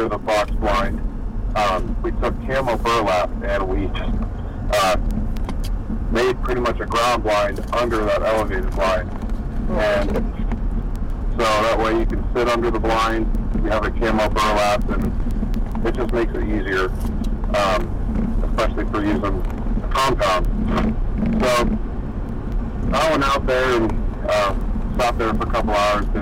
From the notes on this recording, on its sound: Recorded in a truck so bear with the sound quality